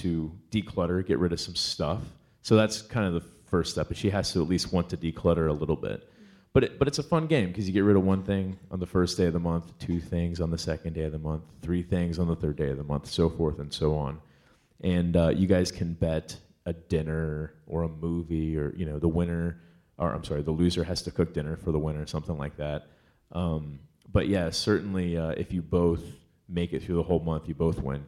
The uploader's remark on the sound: In front of a sold-out crowd in Los Angeles.